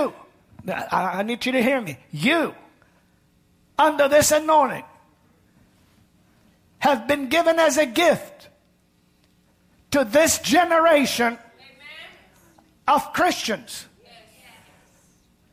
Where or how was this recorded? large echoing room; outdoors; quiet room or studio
large echoing room